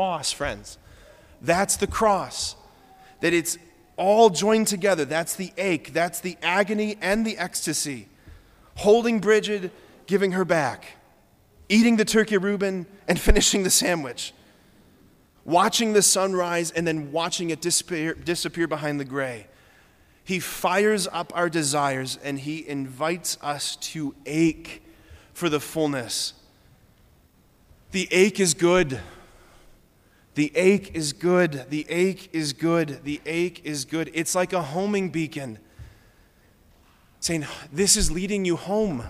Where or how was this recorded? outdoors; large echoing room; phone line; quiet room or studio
large echoing room